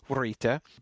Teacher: if you can get a hint of the W before the R, get it in there